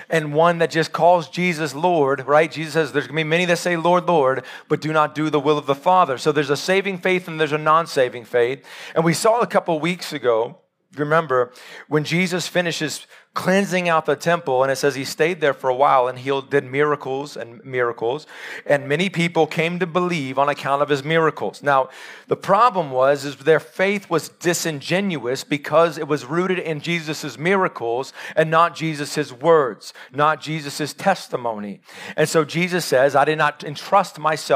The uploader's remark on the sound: Live sermon recorded 15-May-2022